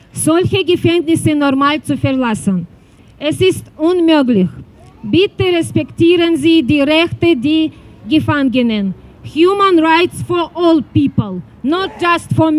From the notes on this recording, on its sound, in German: Ausschnitte aus Kundgebung im Wiener Stadtpark am 15.7.2023.